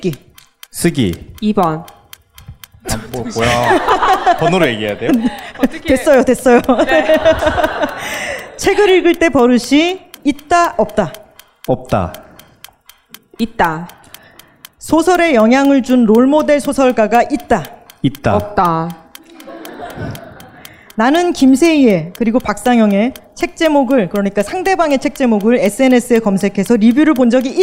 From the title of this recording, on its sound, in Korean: 젊은작가 공개방송 2부